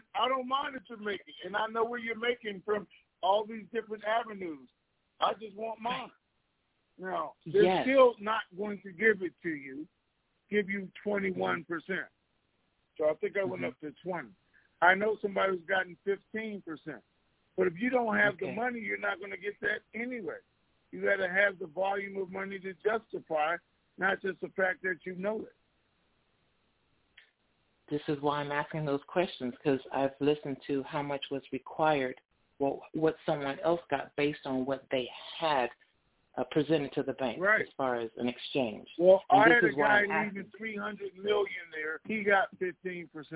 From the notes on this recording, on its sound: TNTSuperfantastic Conference Call